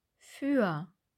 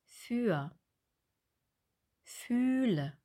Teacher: Ü lang sagen wir in für. Der Zungenmittelteil geht nach vorne, genauso wie bei dem lang Ö. Nur die Lippen machen bei dem Ü, bei dem lang, einen Kussmund.